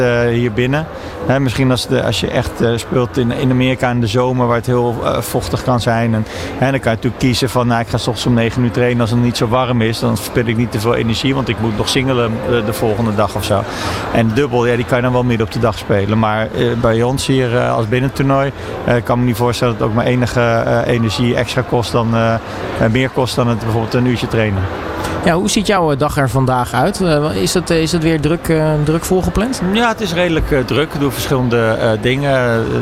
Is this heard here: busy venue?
yes